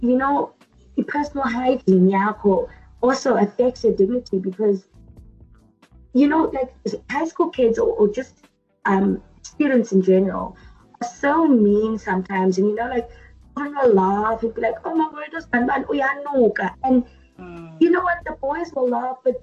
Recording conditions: poor sound quality